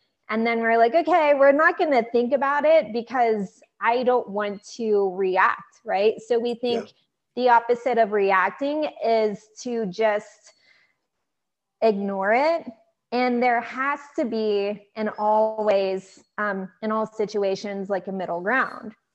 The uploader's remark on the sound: I had the pleasure of having a Zoom interview